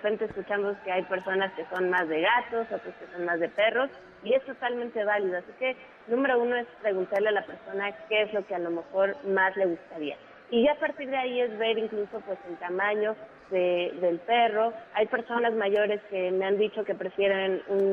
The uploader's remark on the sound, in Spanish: Transmisión especial desde el Festival del adulto mayor.